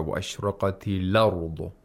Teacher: we have naql, where the fatha of the hamza is transferred to the lam, to the second letter that's before the hamza.